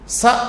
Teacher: ఇప్పుడు స అన్నాం, అది దంత్యం, దంతములు పైకి లేస్తాయి అప్పుడు. అందుకని స అనే అక్షరం ఏమంటాం, దంత్యము అంటాం.